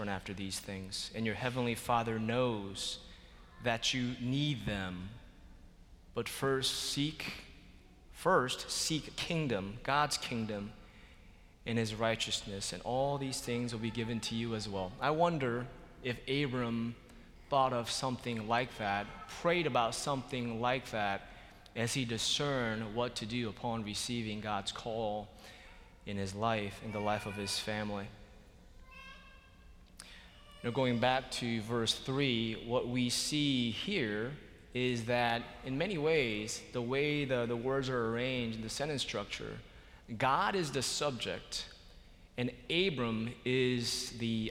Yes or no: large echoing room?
yes